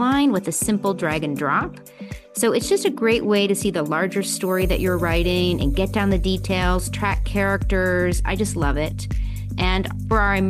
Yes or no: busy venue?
no